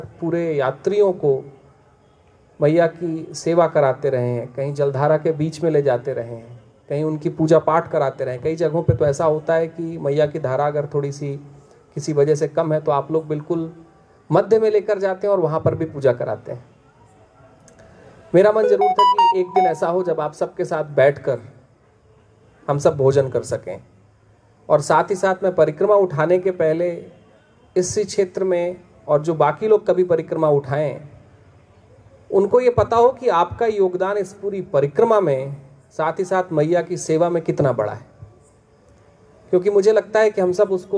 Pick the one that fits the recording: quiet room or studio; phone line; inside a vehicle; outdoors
outdoors